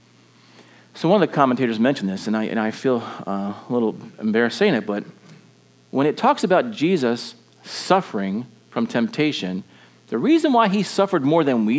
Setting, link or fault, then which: setting, large echoing room